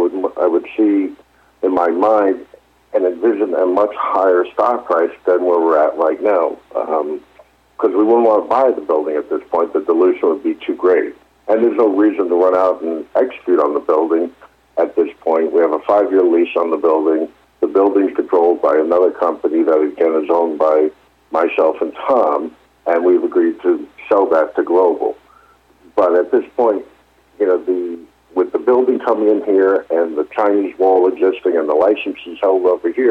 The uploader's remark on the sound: Is featured live on SmallCapVoice for the April 4th Investor Conference Call.